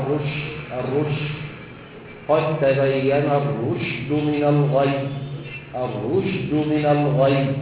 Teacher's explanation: تبين انتشار الريح كده في اللسان مع الحنك الاعلى · Term: صفه التفشي